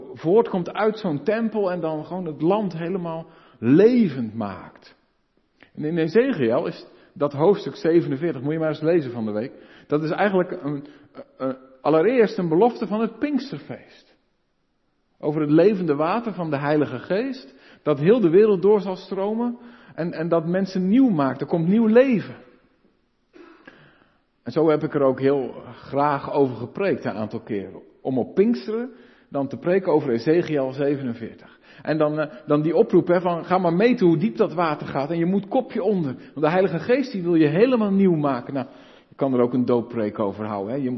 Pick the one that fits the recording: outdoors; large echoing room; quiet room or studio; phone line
large echoing room